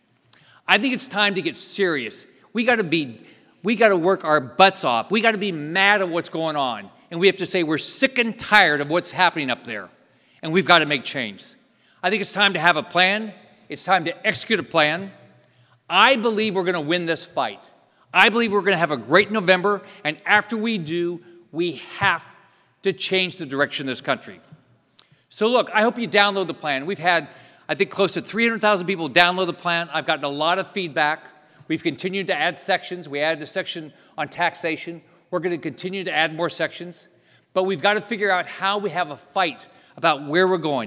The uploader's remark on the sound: NatCon 3 Miami. Keynote address at the Miami National Conservatism Conference on September 11, 2022.